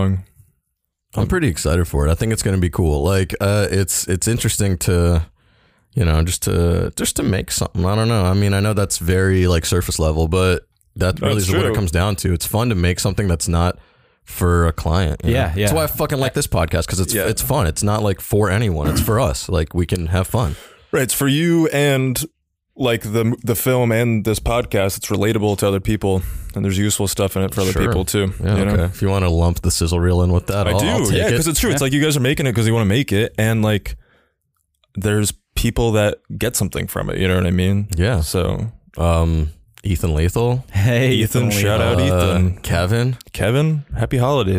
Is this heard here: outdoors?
no